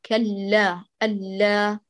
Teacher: أيوة أثبتي تضعيف اللام، لا تضعفي تماما. كلا ألا، أعطي اللام الأولى جريان جزئي للصوت